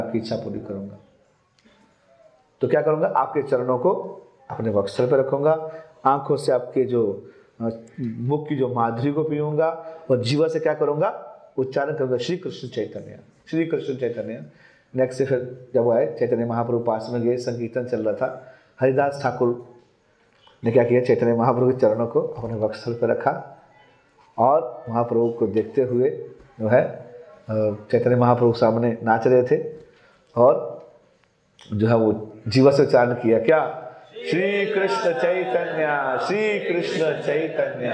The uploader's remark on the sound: Jagannath Puri Yatra 2020. Audience : Camp devotees.